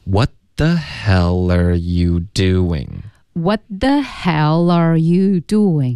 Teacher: 我们把 are 弱读为 er。Hell 跟 er 连读 hellerheller，然后 you 我们弱读为 yeah heller yeah heller yeah helleryeah，然后 doing 这里就没什么变化了，还会发的比较清楚。What the hell are youdoing？